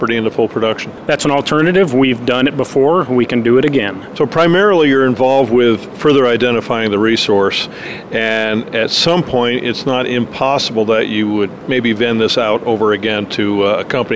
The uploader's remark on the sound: Visits friends and sponsors at the Vancouver Resource Investment Conference.